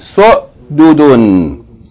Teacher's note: the Hamza has no vowels, just a stop.